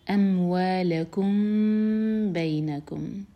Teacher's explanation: بینکم کا جو میم ہے اس کو ہولڈ کریں گے کیونکہ نیکسٹ ورڈ با سے شروع ہو رہا ہے